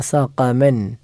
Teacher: ഖാഫ്, അത് അണ്ണാക്കിൽ നിന്നും പുറപ്പെടേണ്ട അക്ഷരമാണ്